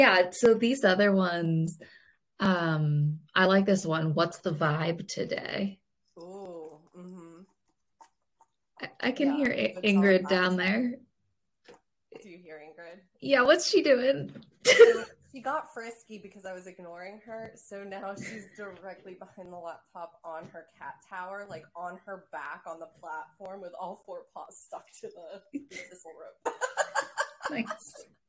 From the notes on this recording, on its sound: we apologize for the poor video quality & sound due to a technical difficulty with our recording software